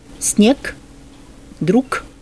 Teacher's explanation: «Г» заменяется на «к»